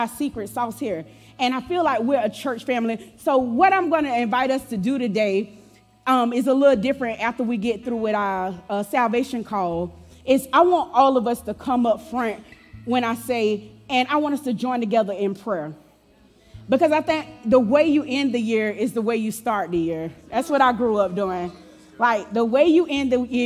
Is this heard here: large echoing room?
yes